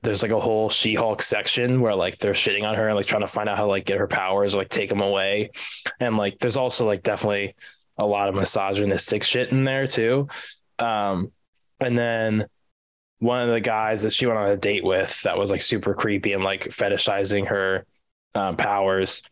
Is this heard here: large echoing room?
no